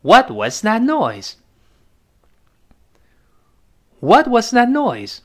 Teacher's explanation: 您请坐吧，我们开始口语考试喽。哎，你故意坐偏一点儿，又掉，掉到地下来，然后说，yikes。哎，而不说，哎呦，这个考官心中暗挑大指啊，嘿，这个考生水平不简单，你看他的英语口语已经深入骨髓了，形成下意识的条件反射了。啊，我们再读一下，yikes。就是哎呦，嗯。然后后面说，what was thatnoise？就是刚的什么声音呢？What 还是什么，最后那个 T 读快了，失去爆破。Was，注意，这一般过去式了。我们这个时态也要在口语中形成条件反射，就刚的是什么声音呢？中文中得加一个刚或者刚才，有语中有时态就不用再用这个副词刚或刚才了。What was thatnoise？这声音已经发生了吗？刚的什么声音呢？That，这个 T 失去爆破。Thatnoise， That 只做动作，那个 T 听不到了